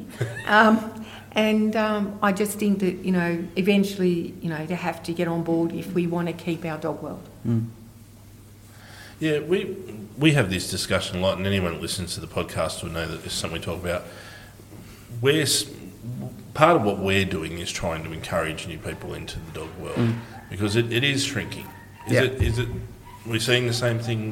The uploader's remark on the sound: Our first ever live podcast recording. From the UK. From the US.